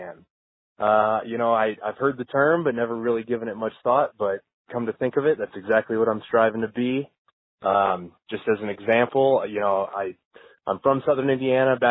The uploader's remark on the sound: Today on The Survival Podcast I take your phone calls